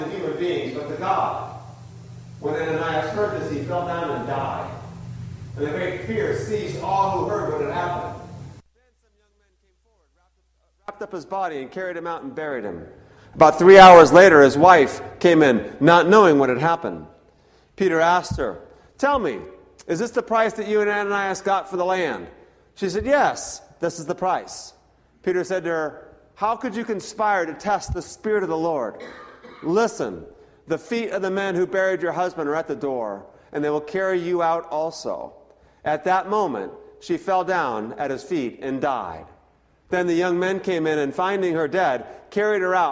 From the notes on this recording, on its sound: The audio quality is especially poor for the first 1:30. It approves after that but is still not great.